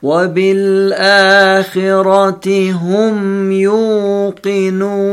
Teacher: أنا أكدت على كلمة هم.